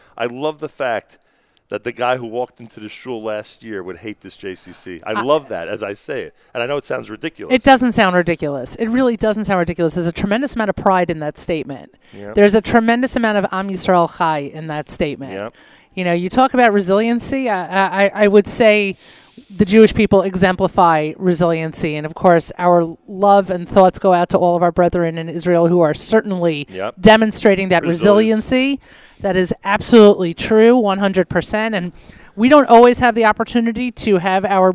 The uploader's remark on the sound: Live from The JCC of Greater Pittsburgh